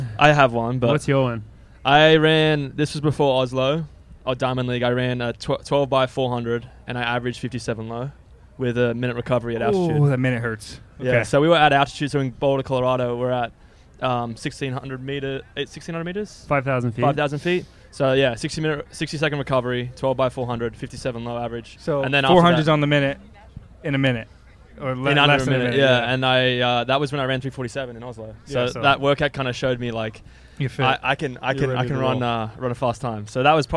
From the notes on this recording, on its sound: We are in Philly for the Penn Relays. In front of a live audience.